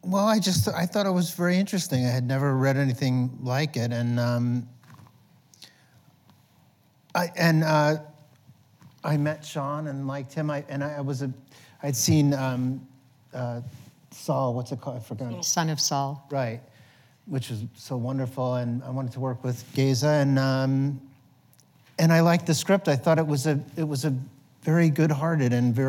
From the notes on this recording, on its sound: The conversation was recorded on January 20, 2019 in front of a live audience at New York’s 92nd Street Y.